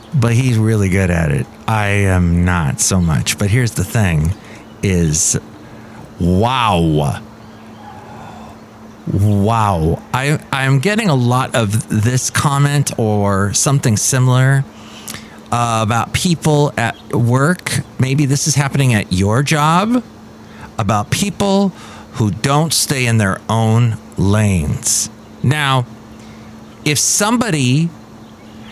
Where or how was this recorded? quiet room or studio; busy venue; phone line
busy venue